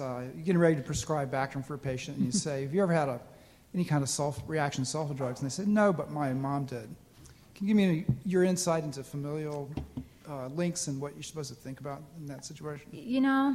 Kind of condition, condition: setting, large echoing room